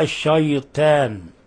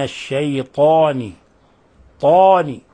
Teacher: ومن الأخطاء تحول الطاء إلى تاء من كلمة الشيطان، وهذا يقع للأعاجم ولبعض الضعفاء في اللغة، فيقرأ الشيطان، وإنما الطاء حرف مفخم وحرف استعلاء وحرف إطباق، فلا بد من تفخيمه · Shown in: second take · وهو من أكثر الحروف تفخيما.